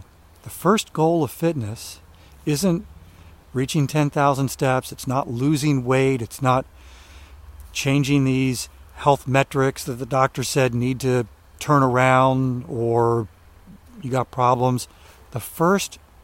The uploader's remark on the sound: during today's ten-minute walk